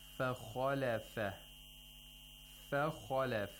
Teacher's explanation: We have a kha with a fatha, which has tafkhim at the second highest level. Yes. And only the kha has to be pronounced with tafkhim.